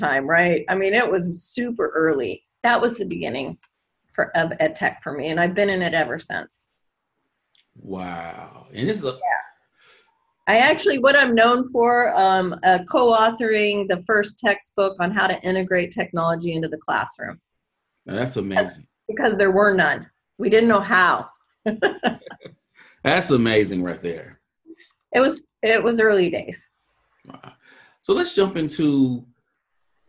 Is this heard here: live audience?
no